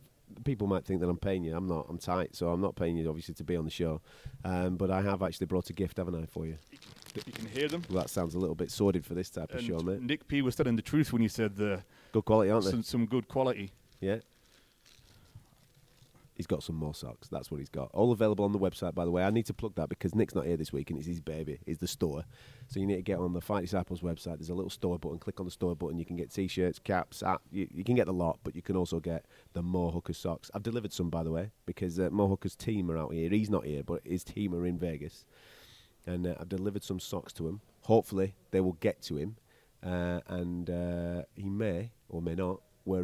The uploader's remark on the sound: in the media room at the MGM Grand